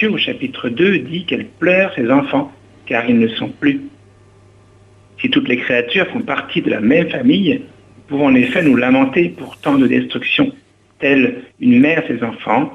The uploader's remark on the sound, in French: invité par téléphone